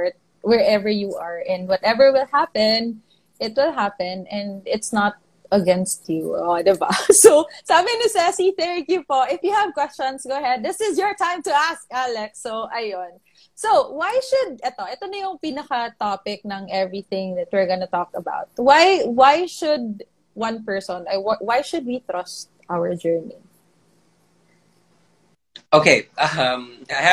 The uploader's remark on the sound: IG Live Interview.